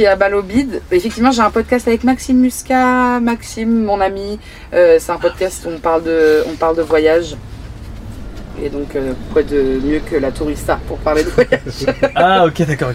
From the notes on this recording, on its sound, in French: En direct du van.